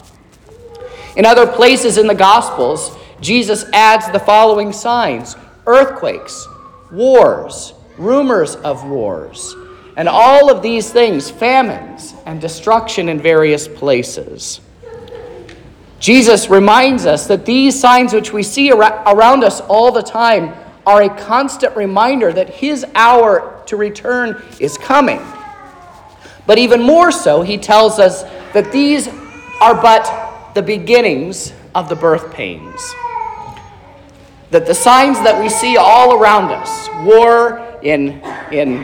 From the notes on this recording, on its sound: This is the sermon preached at Trinity Lutheran Church on Sunday, December 10th, 2023